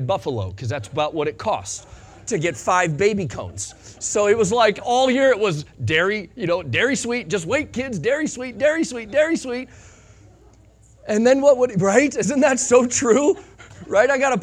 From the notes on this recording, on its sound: Sunday Morning Sermon Audio